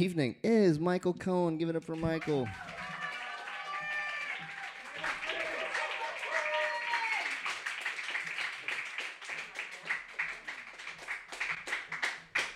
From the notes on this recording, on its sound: Brooklyn Poets Yawp open mic.